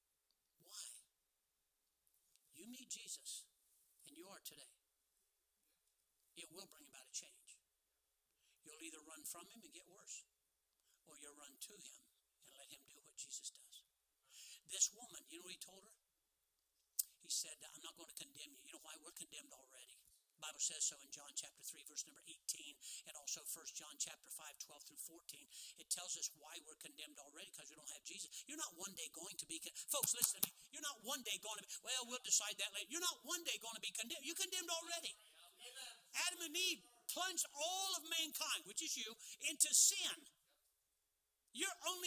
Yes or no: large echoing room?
yes